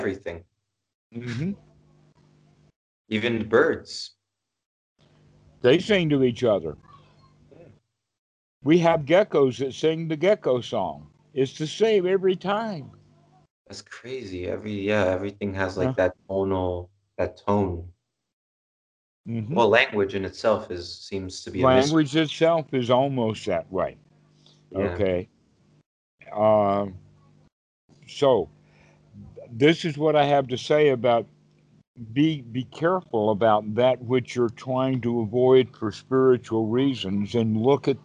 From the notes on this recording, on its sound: skype calls on this channel